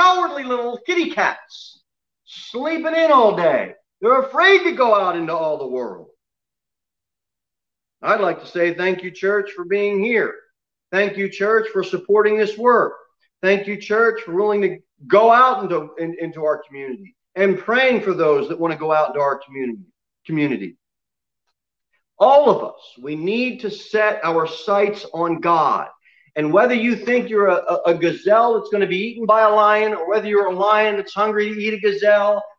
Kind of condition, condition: setting, large echoing room